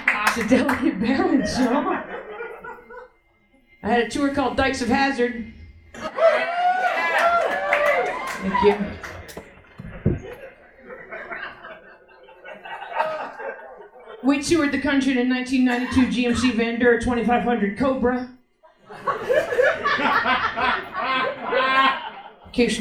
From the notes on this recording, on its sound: Recorded live at the historic Stonewall Inn in Greenwich Village.